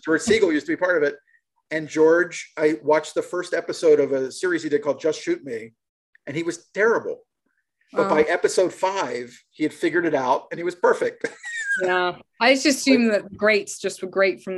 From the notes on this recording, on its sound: (audio file corrected). Apologies… the first send had an audio file that was an hour short… a mystery… Shot via Zoom.